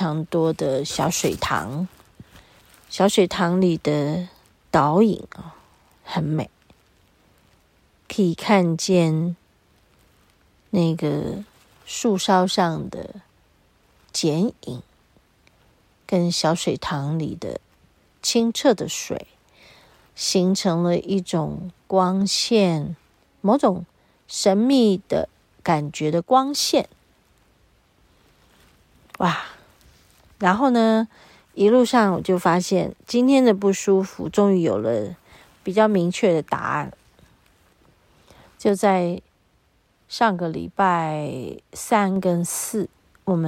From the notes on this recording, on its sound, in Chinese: 延續上週造訪雪見遊崎嶇實況錄音的第二部分。在司馬限林道的某一處遇見一群鳥兒正飛到依我們路經的樹叢覓食。大自然裡的聲響也此起彼落一起吟唱。